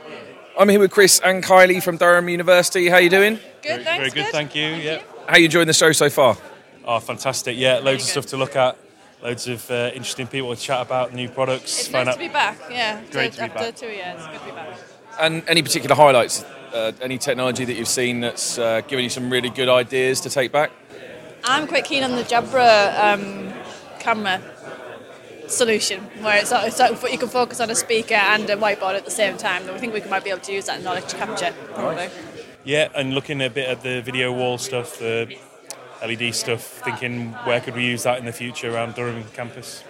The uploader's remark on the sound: LTSMG TAKEOVER. Recorded a takeover show interviewing all of the sponsors and delegates and even got to try some axe throwing.